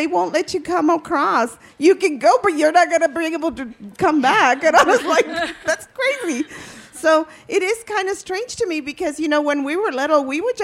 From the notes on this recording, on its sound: 30 Minutes features a panel from the 2017 Tucson Festival of Books.